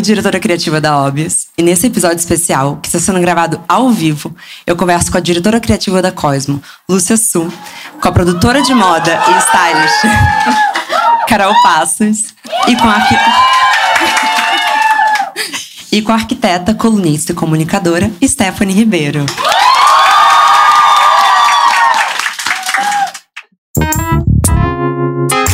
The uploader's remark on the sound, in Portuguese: Gravado ao vivo e com platéia.